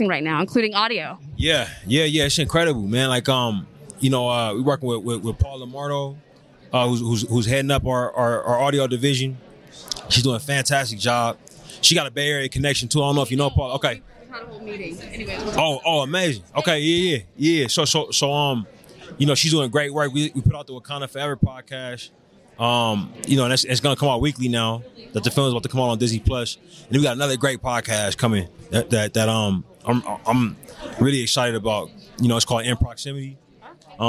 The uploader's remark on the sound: Underrated Red Carpet LIVE From Sundance.